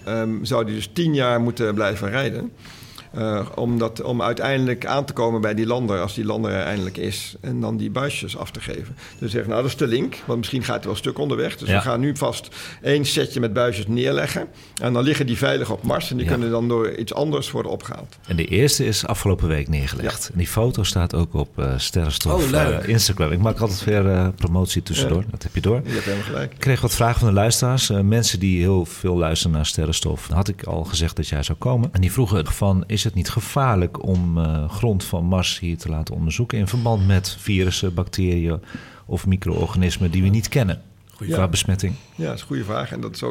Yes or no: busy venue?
yes